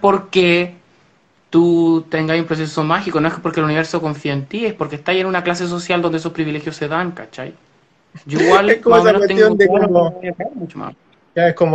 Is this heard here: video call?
yes